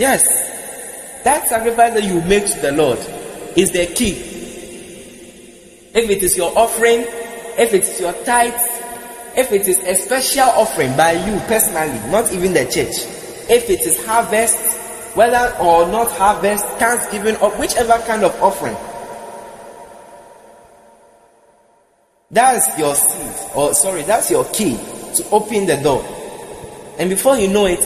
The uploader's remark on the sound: Preached at The Praise Experience Praise Night 9 Service, LIVE at the Love Arena Church, Accra - Ghana.